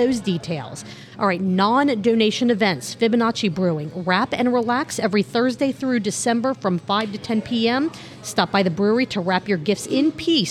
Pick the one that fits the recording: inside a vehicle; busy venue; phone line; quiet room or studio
busy venue